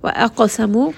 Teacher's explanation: قاف is going to be heavy, and it also has قلقلة، so it has a little bit of that bounce. It is part of قطب جد، and these are the letters of قلقلة، meaning that you bounce on them when you stop on them with سكون.